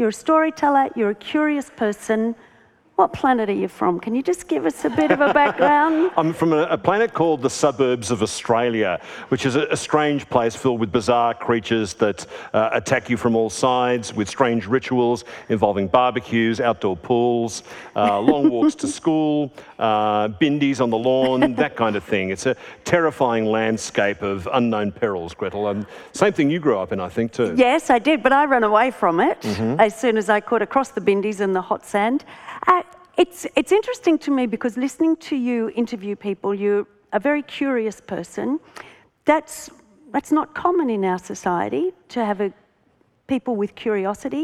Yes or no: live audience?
yes